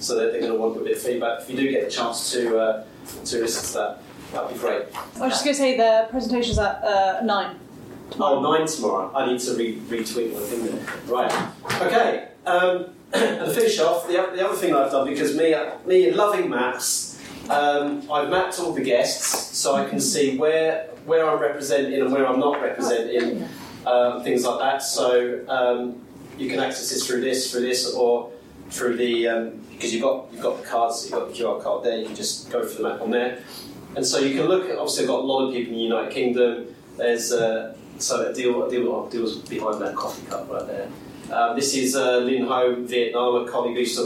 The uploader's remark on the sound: Discussing them with an audience. Thank you to all those who participated and gave their consent for the session to be recorded.